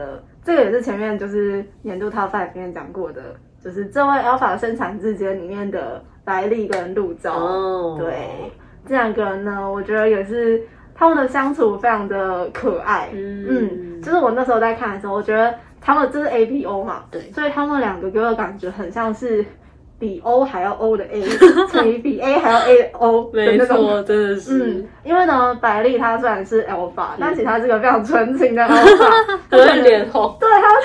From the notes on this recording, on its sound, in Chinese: 本集原本為手機錄製收音的影片，如果覺得音質不夠清晰